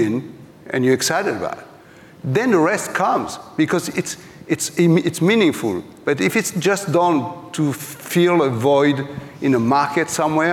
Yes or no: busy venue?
yes